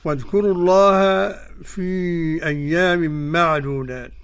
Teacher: الذال من طرف اللسان مع أطراف الثنايا العليا